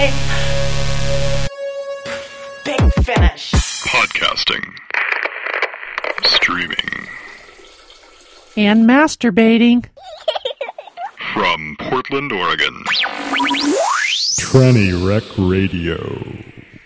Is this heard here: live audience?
no